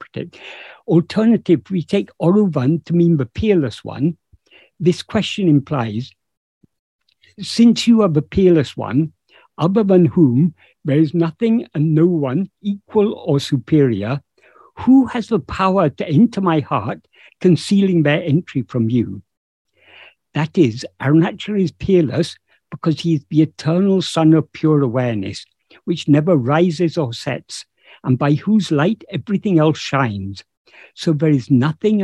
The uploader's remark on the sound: In a Zoom meeting of the ‘Ramana Maharshi Foundation UK’ on 10th September 2022